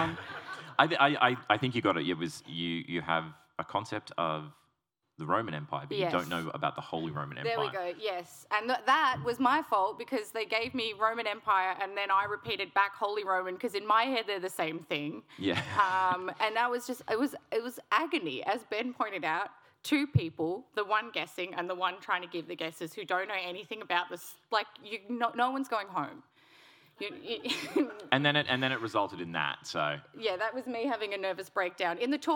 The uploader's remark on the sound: Live at PAX Australia 2023